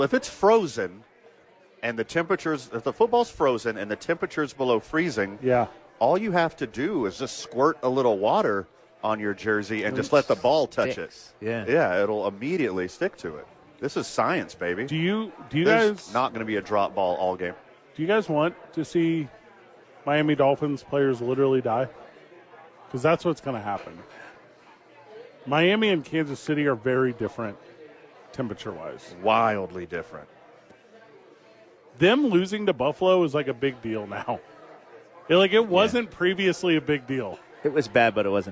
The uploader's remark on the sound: live at Sadies